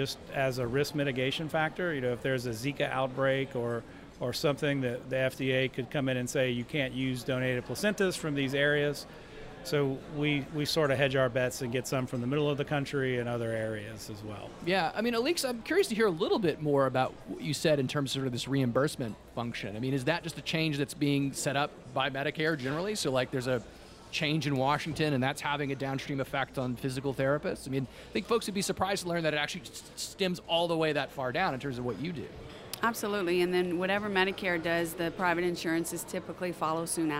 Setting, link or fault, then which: setting, busy venue